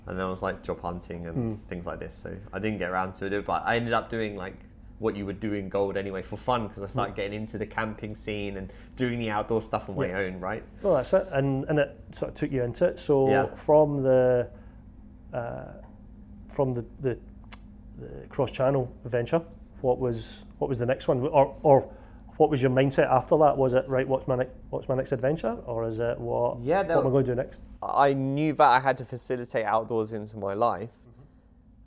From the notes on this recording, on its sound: As we were in the Alexandra Hotel in Fort William during the Mountain Festival this year, there is a bit of background noise from other people moving around the hotel.